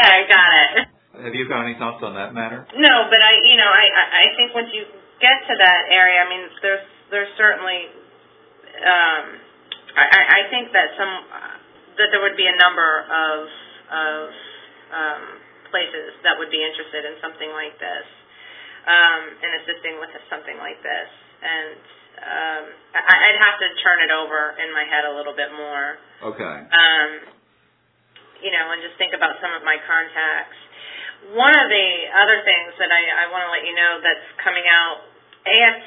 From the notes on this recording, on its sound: A conference call.